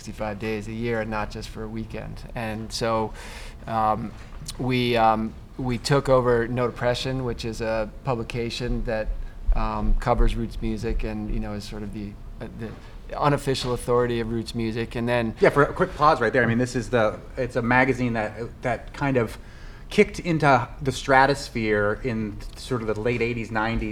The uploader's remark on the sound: LIVE from Freshgrass!! The Fresh Grass Festival opens today at Mass MoCA in North Adams, so we head to the berkshires.